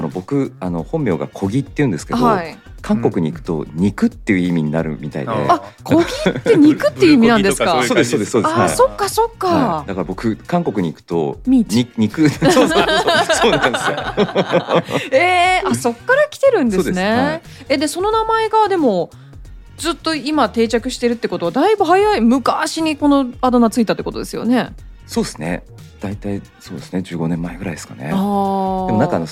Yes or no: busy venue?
no